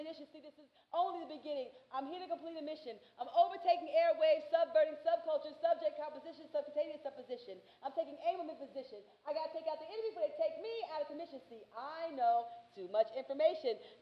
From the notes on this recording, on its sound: Our September 7th 2019 live show